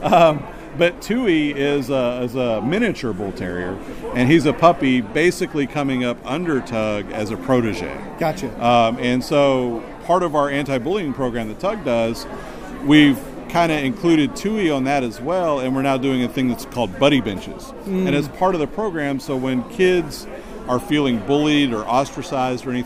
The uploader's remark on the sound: was recorded at Space Coast Comic Con.